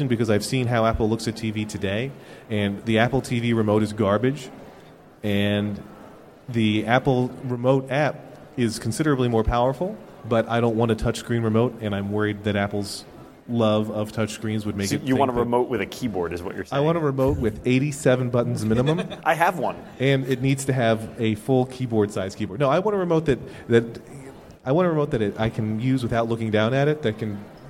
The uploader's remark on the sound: A panel at Macworld|iWorld 2013